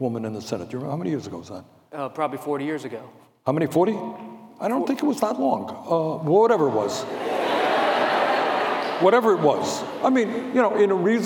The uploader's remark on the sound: told an audience at a UVA Center for Politics event